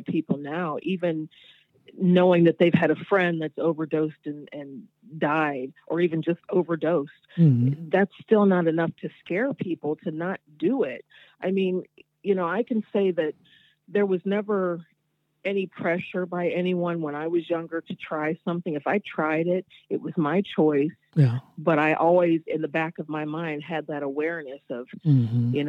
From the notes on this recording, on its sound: on the phone from Ohio